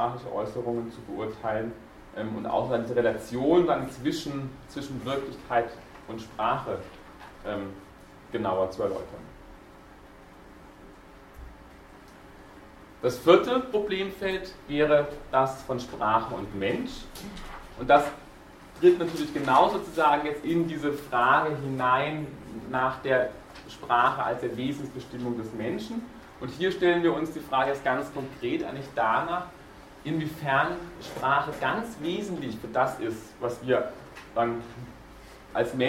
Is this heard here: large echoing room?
yes